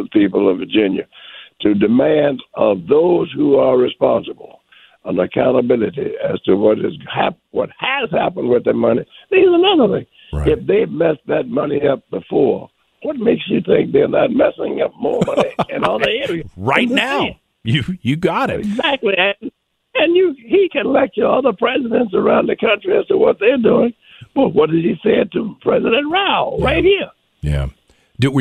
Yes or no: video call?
no